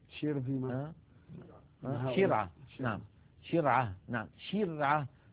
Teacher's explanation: نجد بأن الشين لا ينقفل المخرج عند النطق بها بل يبقى مفتوحا يمر منه الصوت